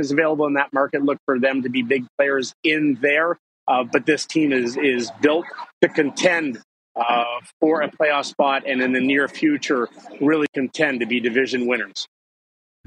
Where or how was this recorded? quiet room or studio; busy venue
busy venue